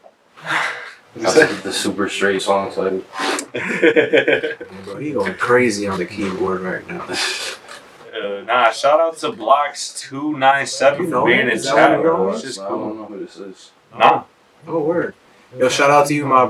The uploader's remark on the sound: Every audio issue imaginable. Definitely worth the watch/listen EVEN with the audio problems they encountered.